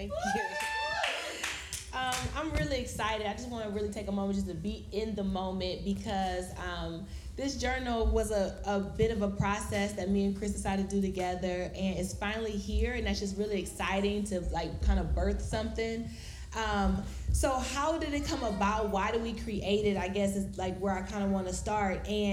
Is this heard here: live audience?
yes